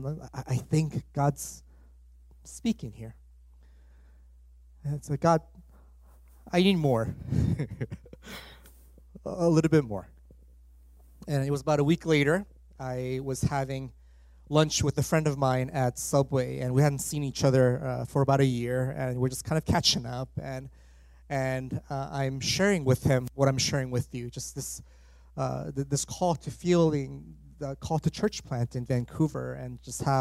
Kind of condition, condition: setting, large echoing room